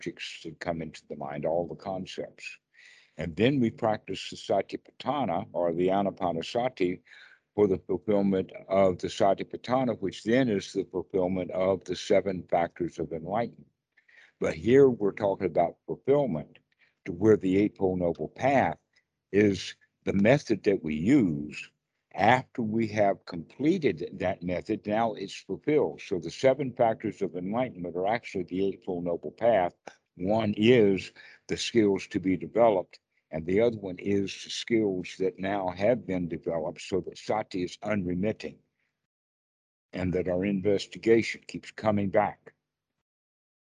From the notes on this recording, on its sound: skype calls